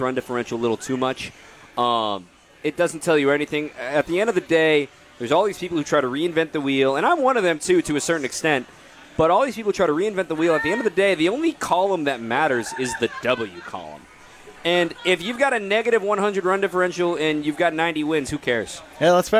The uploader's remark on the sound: live from Summerfest